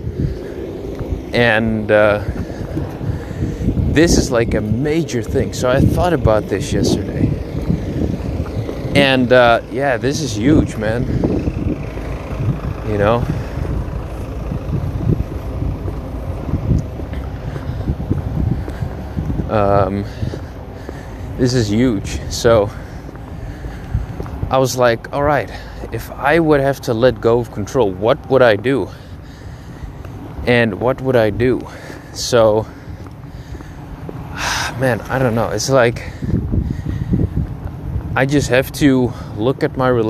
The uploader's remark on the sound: Dropping some thougts while walking.